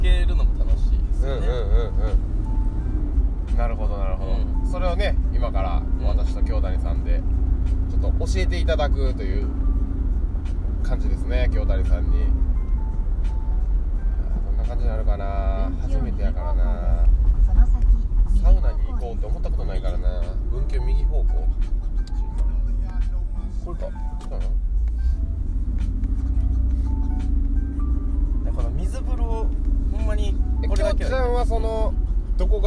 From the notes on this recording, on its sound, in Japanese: 縦走してる途中、テントの中で収録してます。